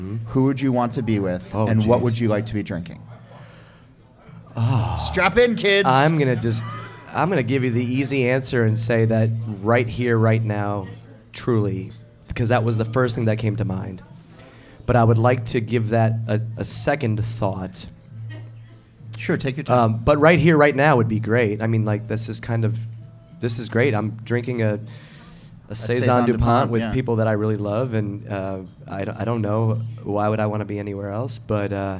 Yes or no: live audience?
yes